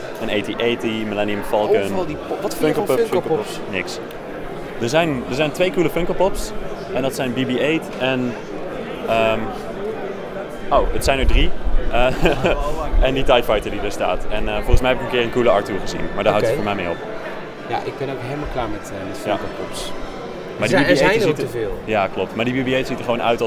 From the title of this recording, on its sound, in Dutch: Live vanaf Echo Base